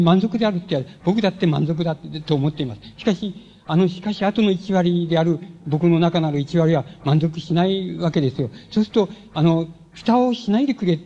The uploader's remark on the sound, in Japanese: 場所：渋谷・シアターコクーン。音源は主催者提供。